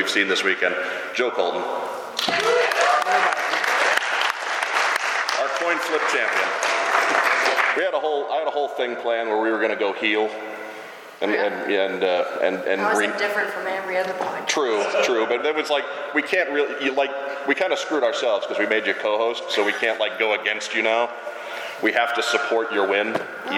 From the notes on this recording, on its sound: LIVE from JoeCon. This was supposed to be the recording of the last ever panel at JoeCon. He was our roving mic for some Q&A with the audience.